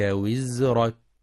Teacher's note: يجب ترقيق الراء في وزرك لأنها ساكنة سبقها كسر